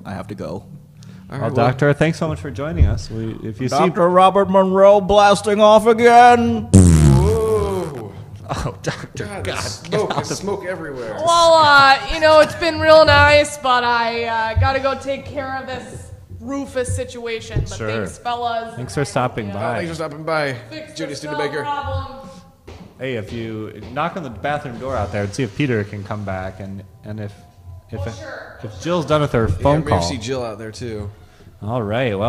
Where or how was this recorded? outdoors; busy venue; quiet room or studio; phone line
busy venue